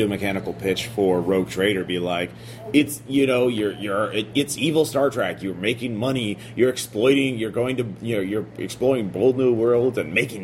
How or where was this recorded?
busy venue